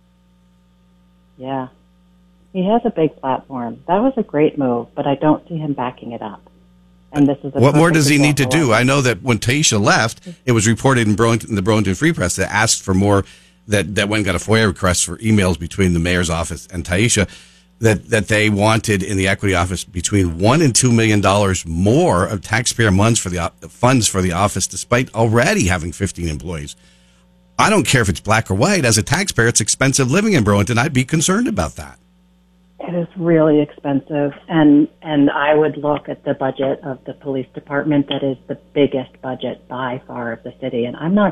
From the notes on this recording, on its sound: calls